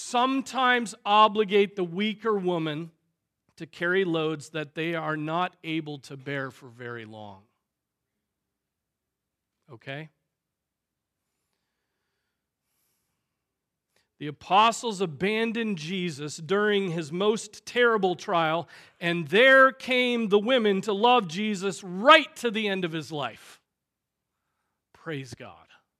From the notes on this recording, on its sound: Preached on August 13, 2023 at Trinity Presbyterian Church ( Evangel Presbytery ) in Spartanburg, SC.